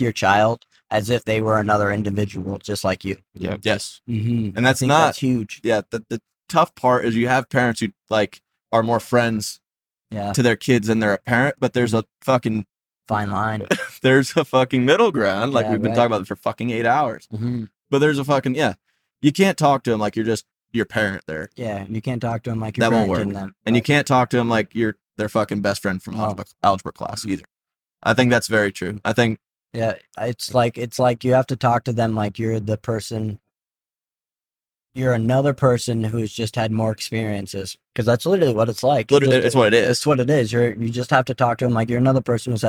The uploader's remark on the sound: In total five hours of recording was captured on the ride back